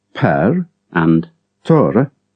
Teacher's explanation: pronunciation of ä and ö before r is more open than in other positions, as in the names Per and Tore.